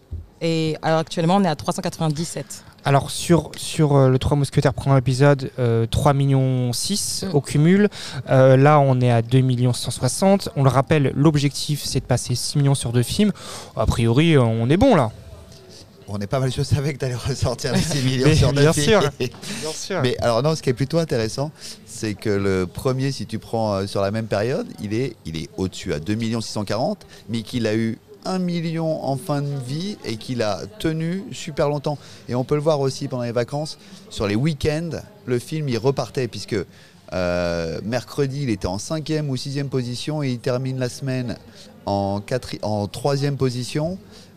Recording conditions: busy venue